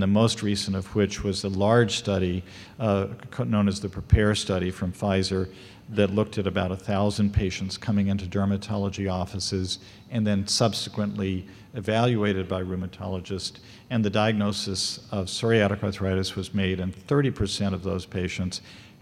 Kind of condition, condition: setting, large echoing room